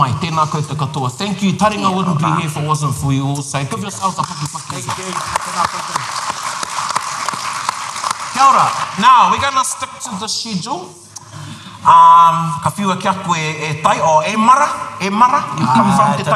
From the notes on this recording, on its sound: Recorded in front of a live audience at Ako Ararau - Māori Expo 2023.